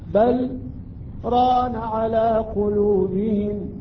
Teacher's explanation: هنا أيضا نسكت على اللام بمقدار حركتين. بل ران على قلوبهم، بل ران على قلوبهم، لا ندغم بل نسكت بدون أن نأخذ نفس.